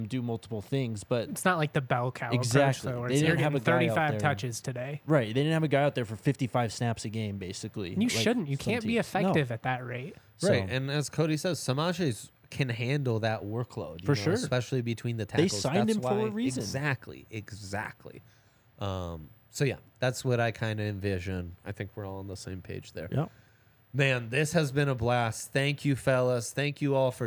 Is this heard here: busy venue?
yes